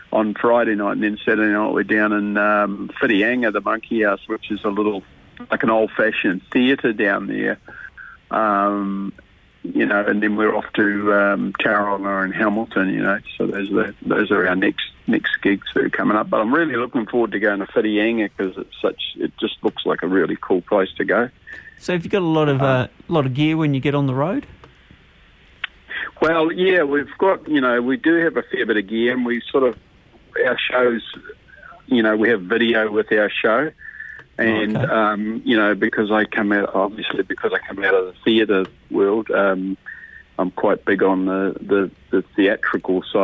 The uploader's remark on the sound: LIVE on the phone